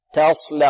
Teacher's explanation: تصلى التاء مرقة والصاد مفخمة، واللام كذلك مرققة. البعض يفخم يغلظ اللام لمجاورتها الصاد، يقول تصلى، تصلى نارا، تصلى نارا، لا تصلى.